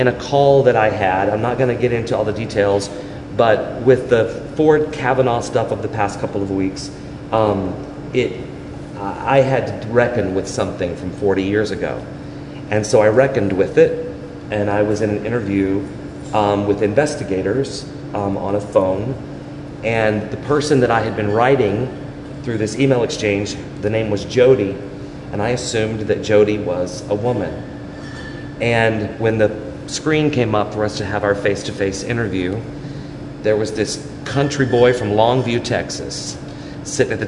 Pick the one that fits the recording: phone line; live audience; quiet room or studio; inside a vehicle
live audience